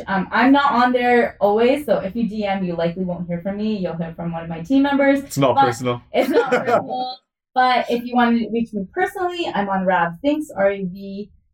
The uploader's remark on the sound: Apologies for the mic issues on this episode as we tweaked some settings.